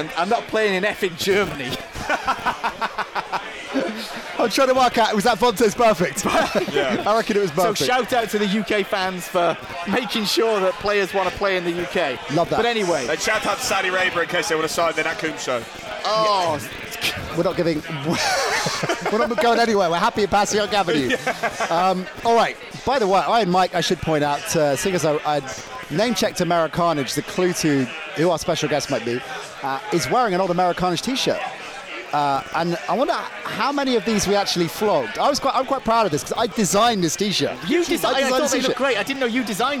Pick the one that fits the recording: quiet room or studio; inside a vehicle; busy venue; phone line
busy venue